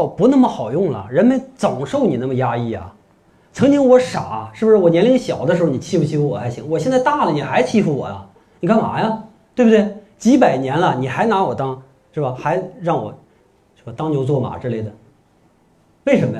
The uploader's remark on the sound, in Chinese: 讲座录音